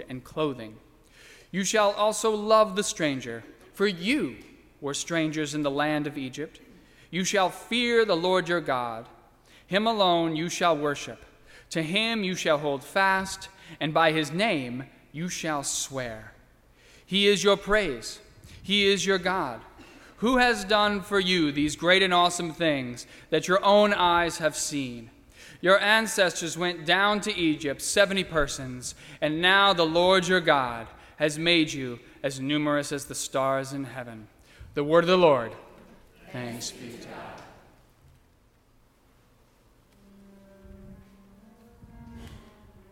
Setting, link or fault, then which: setting, large echoing room